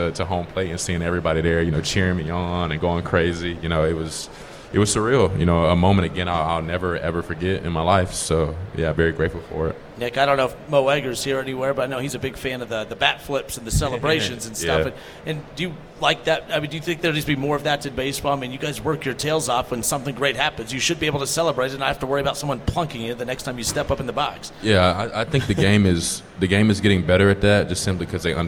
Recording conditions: busy venue